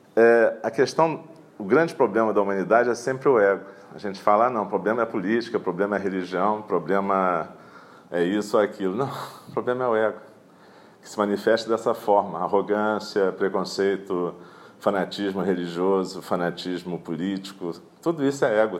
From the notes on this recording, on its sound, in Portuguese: gravada durante a prática matinal de 25/11/2017 em Eininji